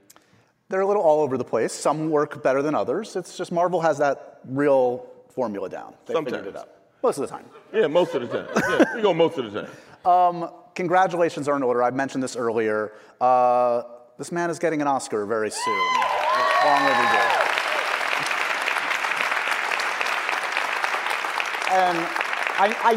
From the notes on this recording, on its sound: a special live taping of the podcast